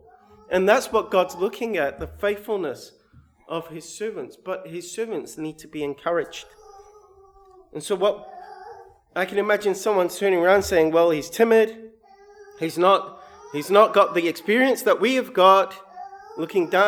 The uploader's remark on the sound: sermon recorded 7/8/22